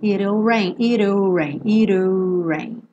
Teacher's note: o T pode virar rarara, isso é bem americano